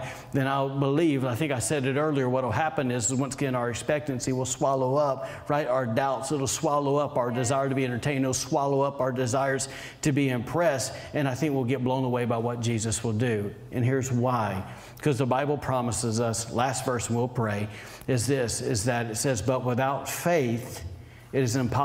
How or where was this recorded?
large echoing room